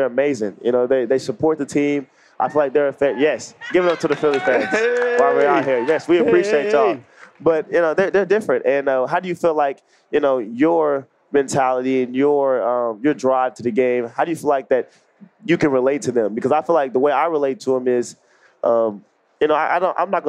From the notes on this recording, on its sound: LIVE from NBACon at Summer League